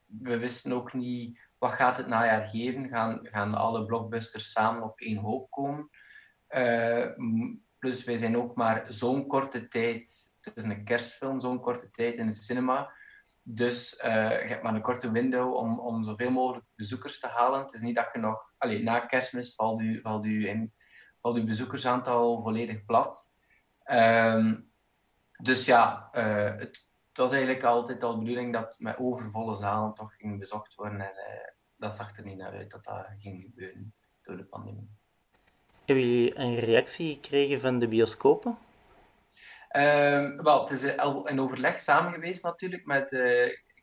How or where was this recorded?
video call